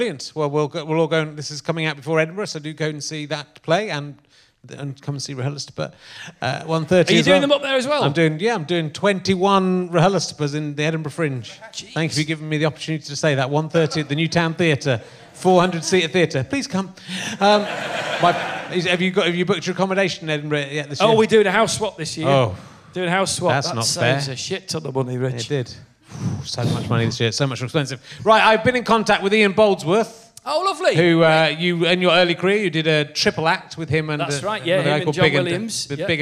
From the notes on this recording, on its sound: RHLSTP is back at the Long Division Festival in Wakefield for the second week running.